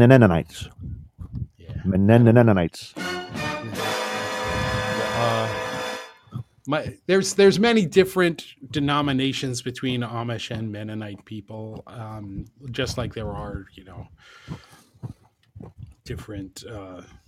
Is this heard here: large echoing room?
no